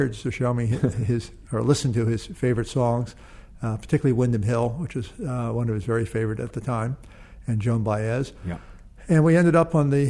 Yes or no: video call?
no